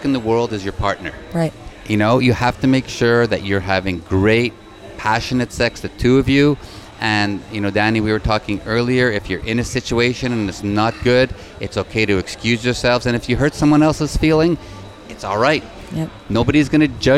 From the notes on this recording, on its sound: On location at Hedonism II Resort in Negril Beach, Jamaica, during Young Swingers Week.